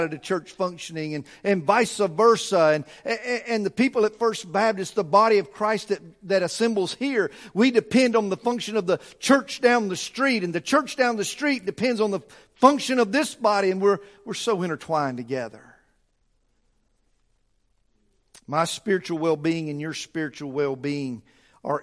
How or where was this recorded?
large echoing room